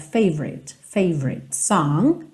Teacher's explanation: Esse O do favorite não é muito pronunciado, tá? Então você meio que passa direto.